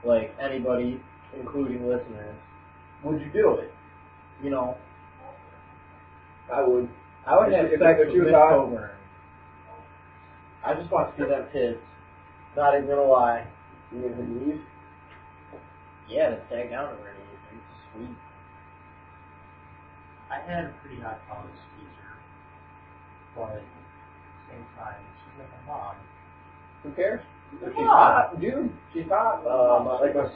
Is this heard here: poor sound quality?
yes